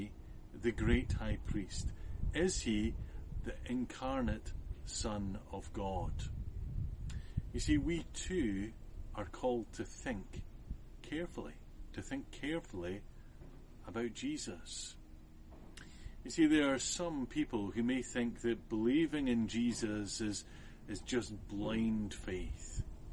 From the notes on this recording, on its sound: this sermon was recorded outside and suffers from some wind noise.